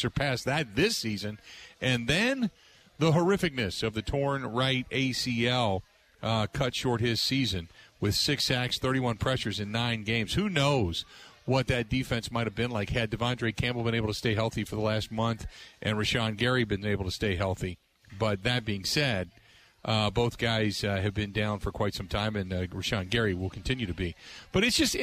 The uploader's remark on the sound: live at Kelly's Bleachers